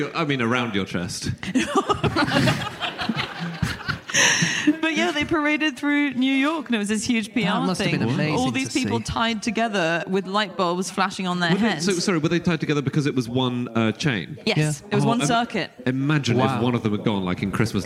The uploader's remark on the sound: Live from Glasgow